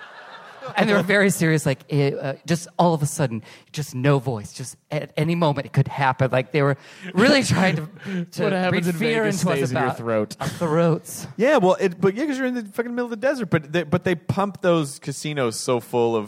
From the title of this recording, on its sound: Live at SF Sketchfest 2014